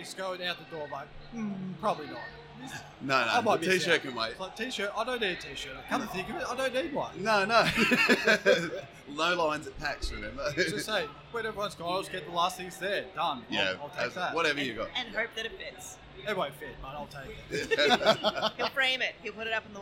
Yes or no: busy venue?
yes